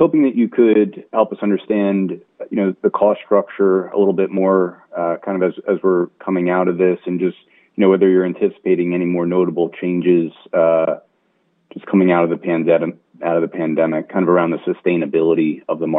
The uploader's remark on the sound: Earnings Call. Earnings Conference Call.